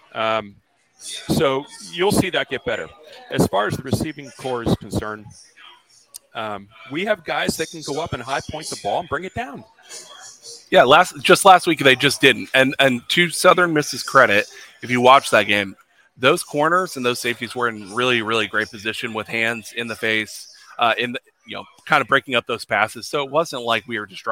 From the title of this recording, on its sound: Live from Fishweir Brewing Company